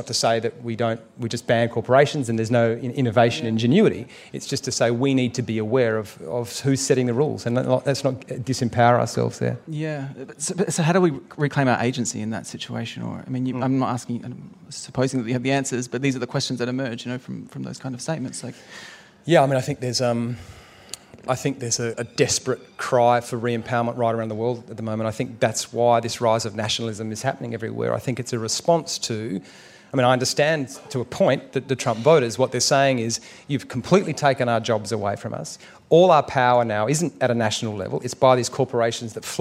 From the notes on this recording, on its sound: at the Byron Writers Festival